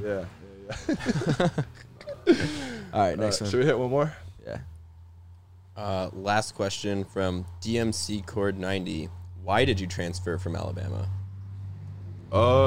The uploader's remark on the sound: in the truck